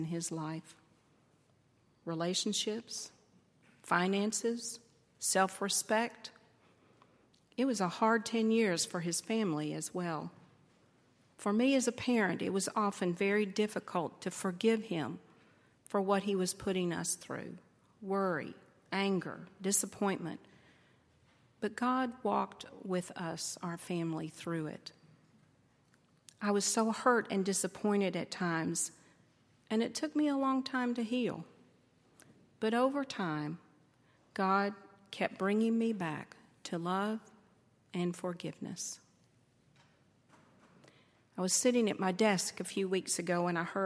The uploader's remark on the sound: At Highland Baptist Church.